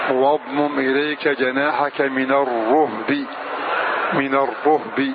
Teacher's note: شعبة حمزة والكسائي وابن عامر يقرؤون واضمم إليك جناحك من الرهب، من الرهب بضم الراء وإسكان الهاء